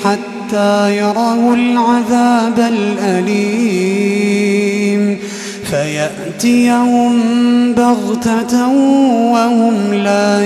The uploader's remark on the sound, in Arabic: تسجيلات من صلاة التراويح لشهر رمضان عام 2016.